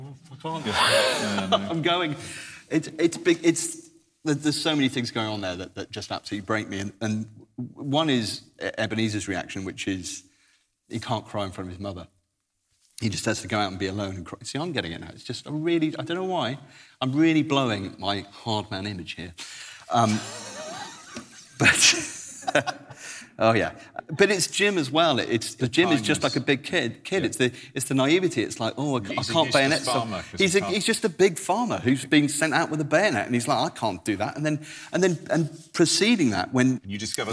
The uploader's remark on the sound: Special episode recorded live at the Guernsey Literary Festival.